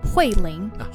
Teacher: so it's fourth tone and second tone